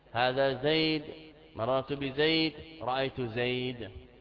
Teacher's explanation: الوقف عليه مطلقا رفعا ونصبا وجرا بالحذف والإسكان · Term: لغة ربيعة